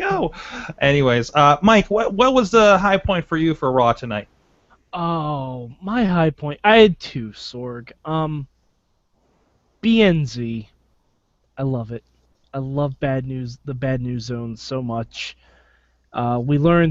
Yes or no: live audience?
no